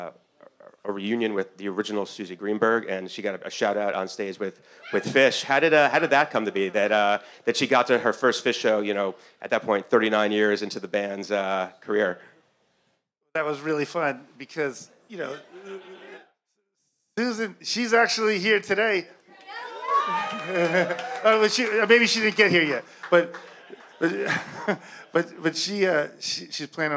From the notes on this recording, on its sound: a special episode live from Hill Country in NYC